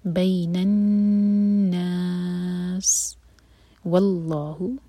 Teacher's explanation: جب ہم واو پڑھیں تو ہمارے ہونٹ گول ہوں گے لیکن لائٹ ہوگا یہ. واللہ، اس کو وا نہیں کہنا، و.